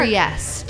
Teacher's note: The accent is on the second syllable.